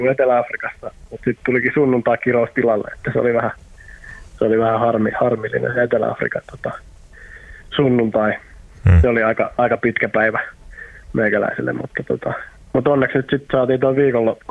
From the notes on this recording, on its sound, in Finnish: puhelinhaastattelussa